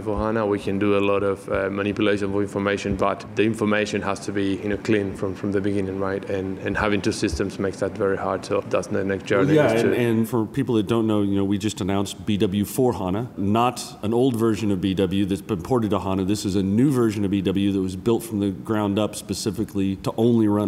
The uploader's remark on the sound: Recorded at SAP TechEd 2016 in Las Vegas.